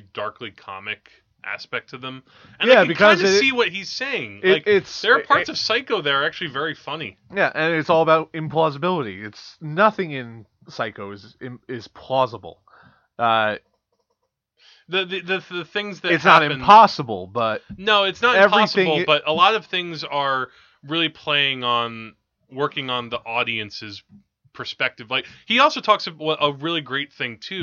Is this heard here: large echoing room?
no